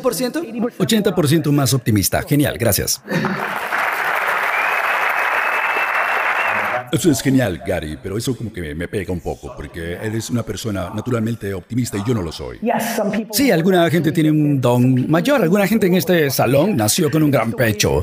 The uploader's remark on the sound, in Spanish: Esta es una conferencia/charla informal que tuve con Power Home Remodelling en Houston, Texas.